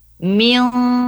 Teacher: maka nanti bunyi N-nya dibaca samar disertai dengan dengung ya. Jadi dengungnya sekitar 2 harokat. · Term: ikhfa